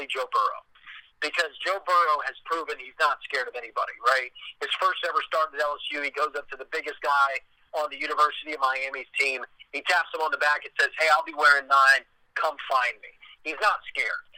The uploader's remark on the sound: talked via phone